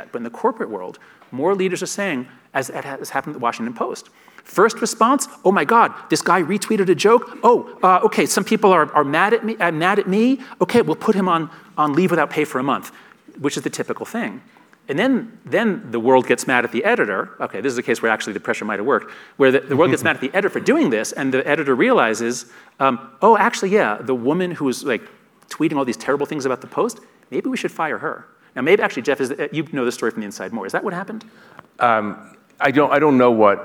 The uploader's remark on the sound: In his conversation onstage. At the Aspen Ideas Festival.